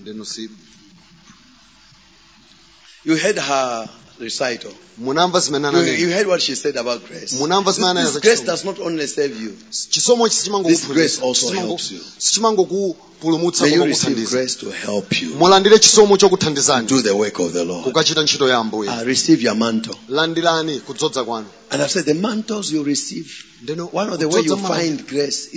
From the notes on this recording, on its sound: Preached at the Shiloh Night at Word Alive Blantyre City Church on 19th February 2023